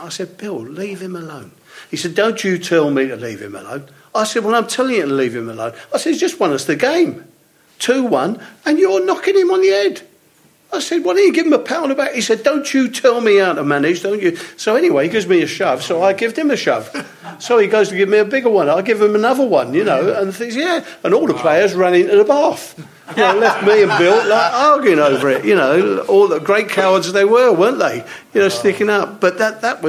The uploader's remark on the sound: live for Spurs Show Season Ticket holders (and Plus One's) from The Albany on Great Portland Street!